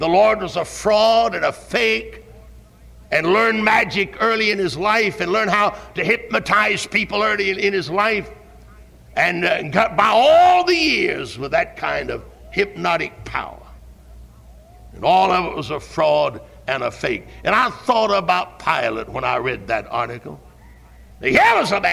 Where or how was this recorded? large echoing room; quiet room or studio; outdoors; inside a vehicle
large echoing room